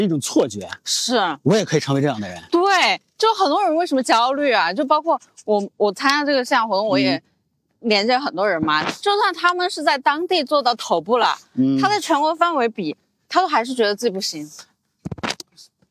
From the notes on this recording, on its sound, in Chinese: 这期的声音是在清晨的北京公园录制的。